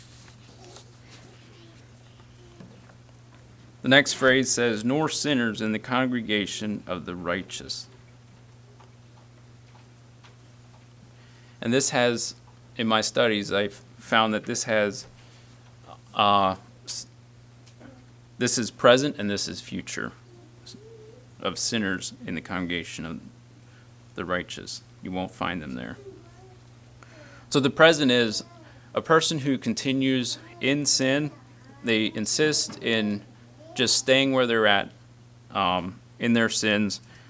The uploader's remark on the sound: Message preached at Word Of Hope on November 5, 2023